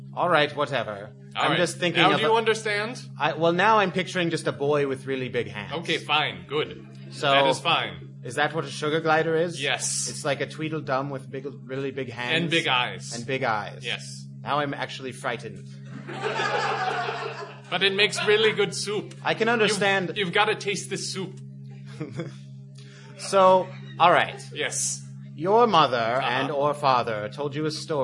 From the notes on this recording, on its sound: performed live for the riveted crowd at this year’s CONvergence